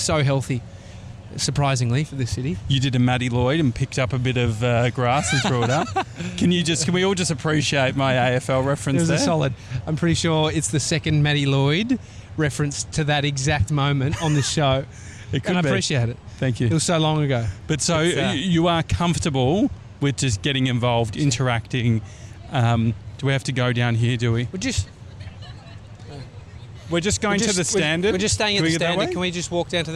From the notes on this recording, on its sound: Walking The High Line In NYC. The High Line is a former New York Central Railroad, now 2.3KM park. While we walk along the park, we chat. We do a live vox-pop!